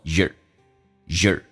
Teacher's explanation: 第一个 your 说成 y,加个儿化音，这是个弱化现象